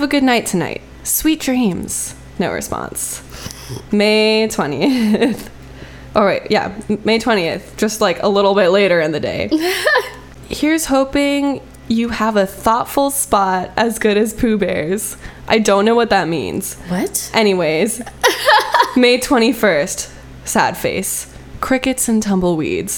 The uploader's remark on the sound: Sorry about the weird humming noise. This is another episode recorded on the road, so we didn't have our normal studio setup.